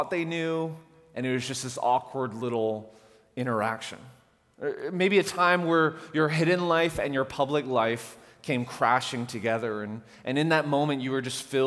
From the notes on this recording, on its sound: At The Fellowship in Nashville. Recorded live on July 14, 2019 at The Fellowship at Two Rivers.